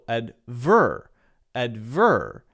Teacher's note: But I think the important difference there is on the stress of the syllable, stressing the second syllable rather than the first syllable